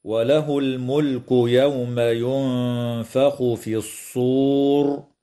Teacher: إخفاء للنون الساكنة مع الغنة مرققة في كلمة ينفخ، ويجوز الوقف على كلمة الصور من قبيل الوقف الكافي، مع وجوب تفخيم الراء وقفا.